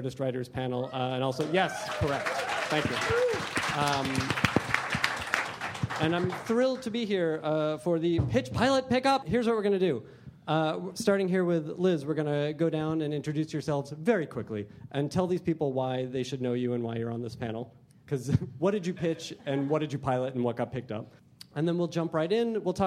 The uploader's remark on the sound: Pitch-Pilot-Pick Up panel from ATX Television Festival. Recorded at the Stephen F.